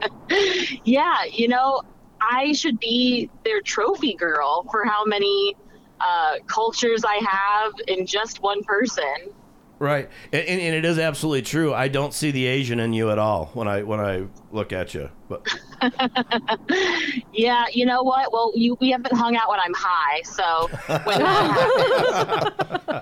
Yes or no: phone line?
yes